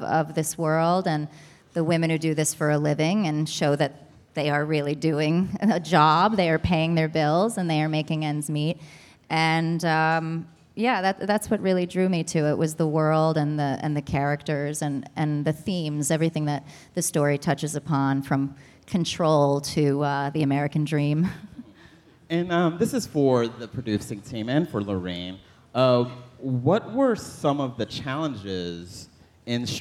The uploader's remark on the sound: Live from TIFF! Live from the Toronto International Film Festival.